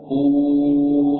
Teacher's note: Di antara wujud kesempurnaan dari pengucapan wawu mati adalah tidak ada suara gunnah. U, tidak masuk ke hidung.